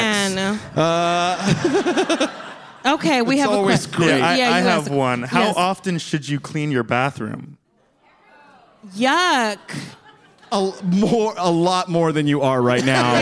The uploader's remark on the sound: live on stage at the Bell House!